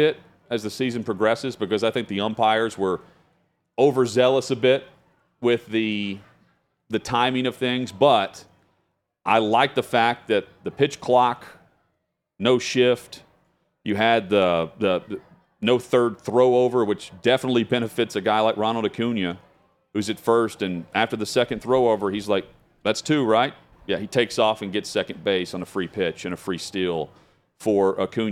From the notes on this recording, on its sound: live from the Final Four in Houston